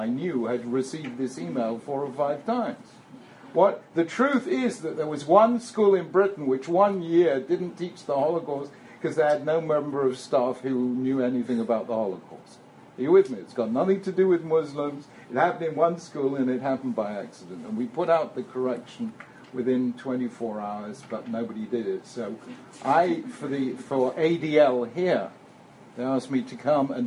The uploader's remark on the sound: This is a recording of a talk given to Mechina students at Stern College for Women at Yeshiva University on 6th February 2014